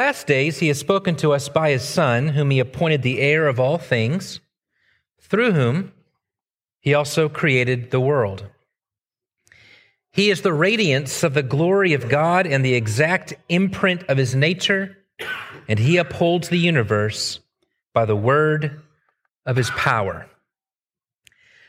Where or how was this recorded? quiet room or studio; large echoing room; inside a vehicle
large echoing room